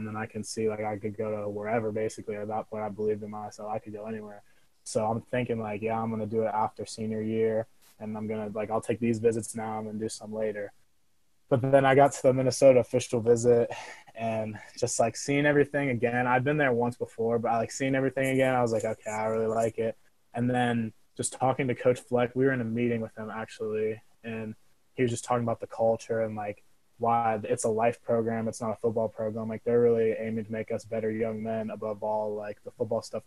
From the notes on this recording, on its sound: we had some sound issues throughout the call